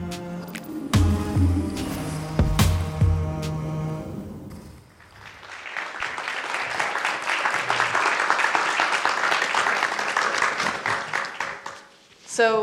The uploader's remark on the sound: This podcast, recorded during the 7th Science Salon. In Copenhagen.